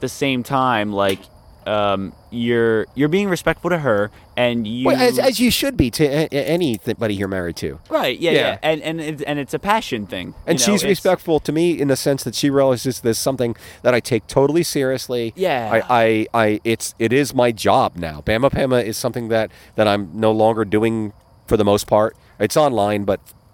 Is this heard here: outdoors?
yes